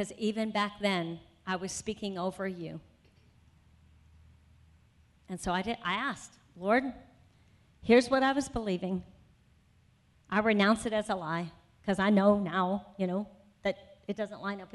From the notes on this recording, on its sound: Afternoon Session of the 2018 Freedom Conference